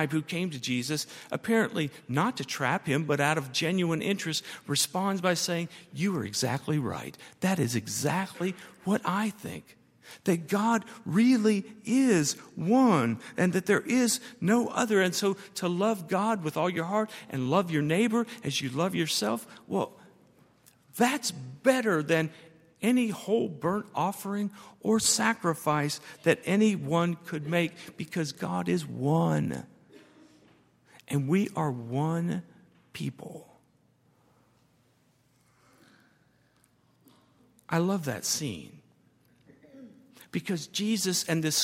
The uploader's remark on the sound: at Highland Baptist Church